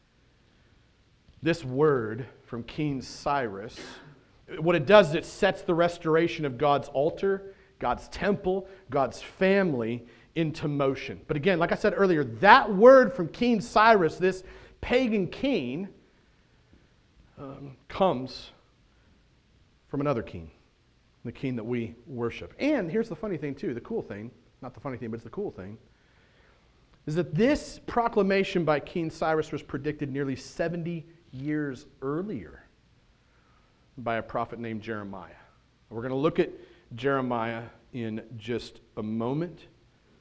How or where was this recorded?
large echoing room